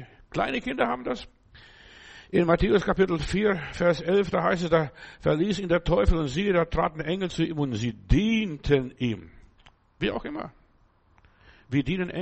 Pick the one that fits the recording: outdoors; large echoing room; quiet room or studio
large echoing room